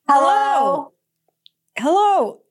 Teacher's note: And I want you to say hello on the out breath. I want you to say it in a downward inflection. Okay, ready?